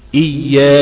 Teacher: عايزك تكسر الهمزة بتاعت إي، إتمام الكسر، نقطة إتمام الكسر ده مهم جدا من غير ما تتكلف، إتمام كسر من غير ما تتكلف.